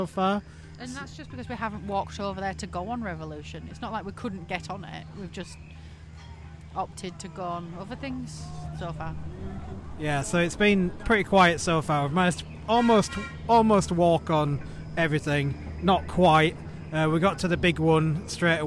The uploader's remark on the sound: AT THE PARK: Blackpool Pleasure Beach Valhalla Special. FROM BLACKPOOL PLEASURE BEACH. Record an episode from the park. Enjoy the sounds of the park in this immersive episode.